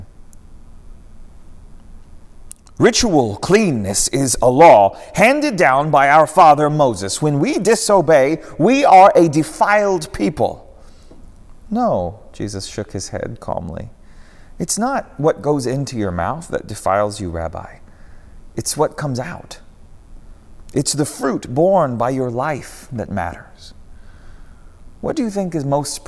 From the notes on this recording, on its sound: preached at Northminster Church